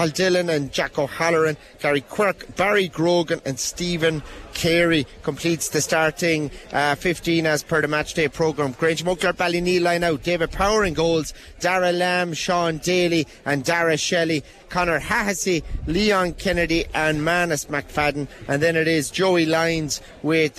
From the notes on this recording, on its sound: LIVE Commentary. Listen back to Tipp FM's coverage of the 2023 Tipperary intermediate football championship final replay.